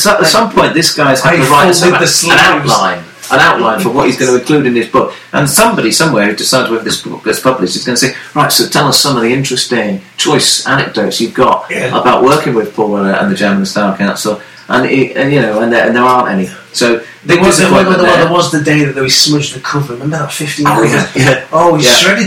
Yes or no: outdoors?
no